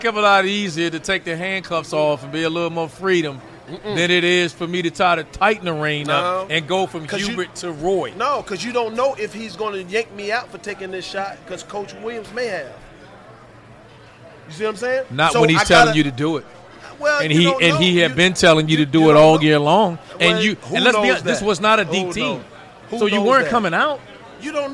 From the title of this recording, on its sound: LIVE at the Final Four